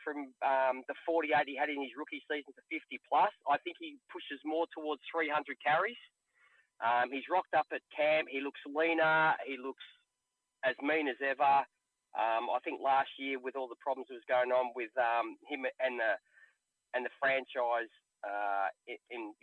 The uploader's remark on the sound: Some were able to call in and we even had a couple leave us a voicemail.